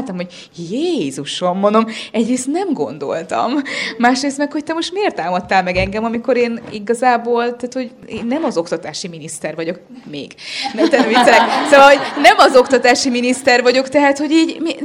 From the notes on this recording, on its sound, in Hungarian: A Húsvét előtti élő interaktív podcast felvétel eseményén.